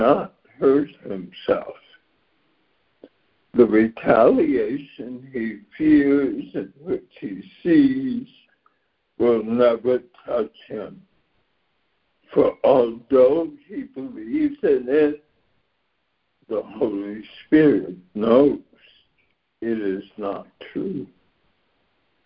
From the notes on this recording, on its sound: ACIM Daily Conference Call.